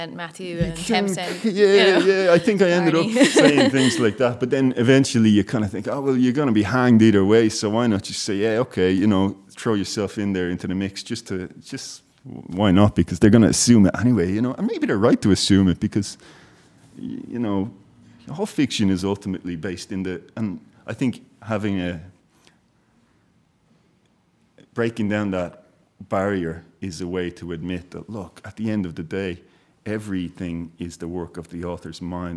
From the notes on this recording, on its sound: In front of a live audience at the Irish Writers Centre, Dublin.